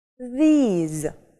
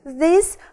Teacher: краткий звук и, и заканчивается на с, на глухую · Shown in: second take · Во множественном числе звук и уже будет долгий и заканчивается он на з, на звонкий звук.